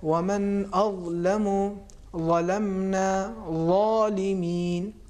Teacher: حرف جسے ہم اردو میں توزو کہتے ہیں، اس میں آواز کو بھاری بنائیں گے ہم، یعنی تفخیم بھی ہے